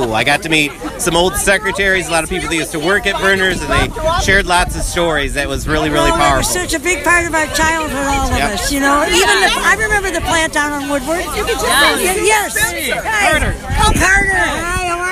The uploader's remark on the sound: It was the end of the day and several thousand of us were outside in the courtyard of the Detroit Historical Museum to give open our can of Vernors they had handed out to all of us. I turned on my recorder and got some fun talk story and conversations with lots of people.